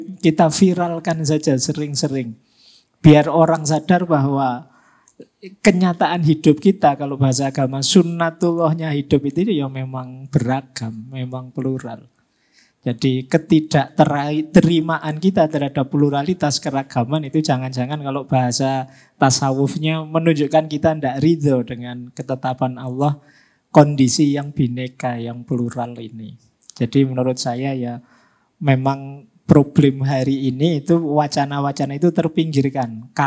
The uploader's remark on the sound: PutCast Live on Stage International Conference on Religious Moderation (ICROM) ke-2 yang diadakan di Yogyakarta.